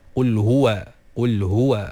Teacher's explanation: Pastikan waw tu nipis.